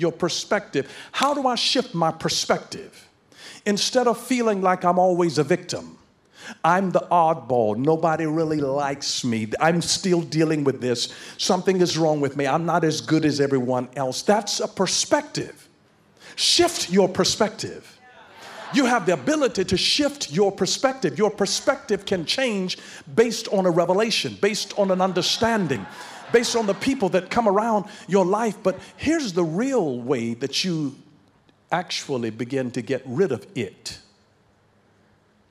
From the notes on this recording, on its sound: in Heart of God Church's youth service.